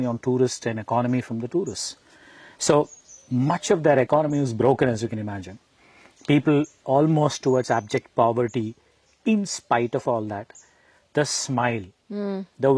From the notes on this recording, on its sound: Shot on location at Hutridurga, a trekking destination near Bengaluru.